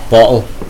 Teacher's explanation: my kids have started picking up my glottal stop, so they won't say T's in the middle of words